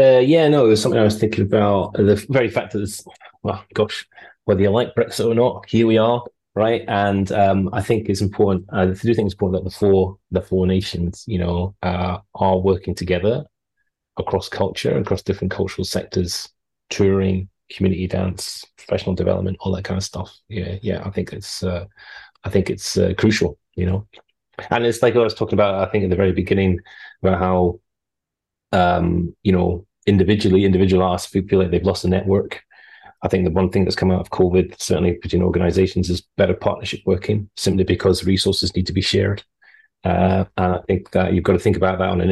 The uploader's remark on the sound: In this online conversation with voices from England, Scotland, Northern Ireland and Wales, hosted by an artist returning to live in England after two decades living in Germany.